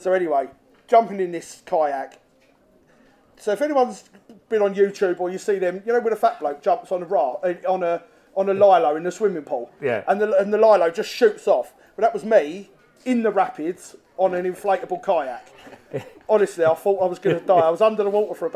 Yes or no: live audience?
yes